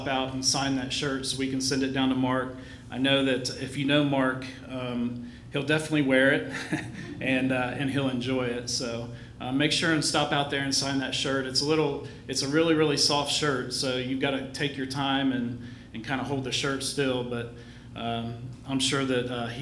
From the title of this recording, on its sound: LIVE Services at Sunshine